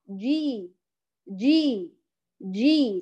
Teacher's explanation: فلذلك عند نطق الجيم ركزي على مخرج الجيم عند الوسط اللسان ولا تعملي الطرف ليخرج لك جيما خالصا. فنقول جيم كسرة جي جي جي، ليس جي جي ولا جي جي بهمسها.